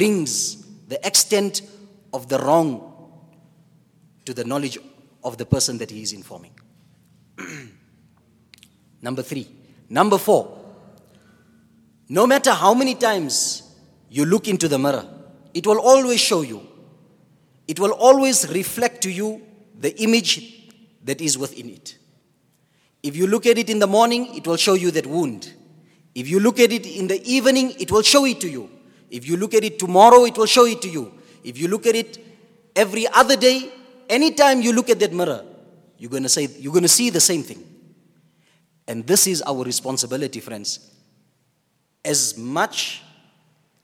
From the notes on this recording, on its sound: at the Houghton Masjid (West Street)